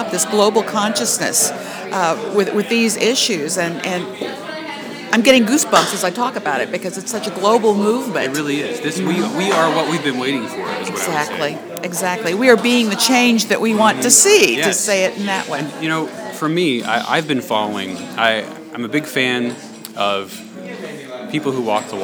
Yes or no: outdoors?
yes